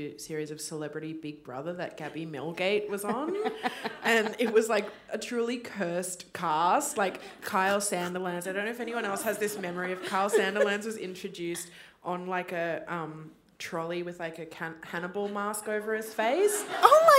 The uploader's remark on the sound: Live at the Wheeler Centre. A special live recording of their hit podcast See Also. At the Wheeler Centre as part of Spring Fling.